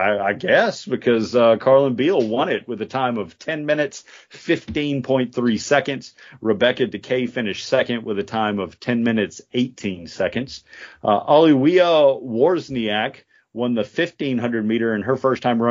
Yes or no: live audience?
no